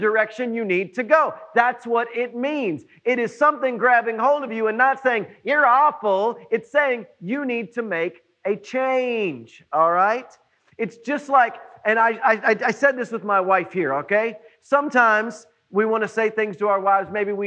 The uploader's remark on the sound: It was preached on June 21, 2020 at NBC on Main